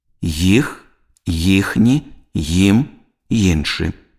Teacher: Ва ўсіх выпадках вымаўленне нязменнае. Галосны і ў пачатку слова ў формах займеннікаў вымаўляецца як спалучэнне нескладовага «й» з галосным «і».